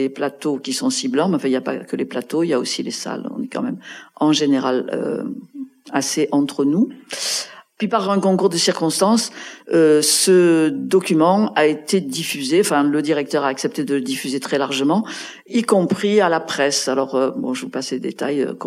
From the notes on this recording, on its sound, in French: Cette rencontre a été enregistré dans la petite salle du Théâtre du Nord à Lille, à l'invitation du Collectif H/F Hauts de France.